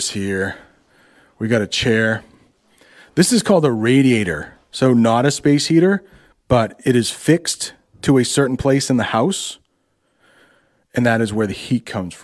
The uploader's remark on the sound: This American English teacher visits an abandoned house with his brother and has a conversation while walking through the house.